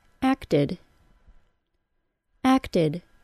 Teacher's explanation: The aspiration or puff of air that occurs at the end of the t sound of acted is so small that you may hear it as a D sound. Acted. If I didn't lessen the aspiration and instead created the sound identically to how I create the T sound at the beginning of a word, I would be pronouncing it as acted.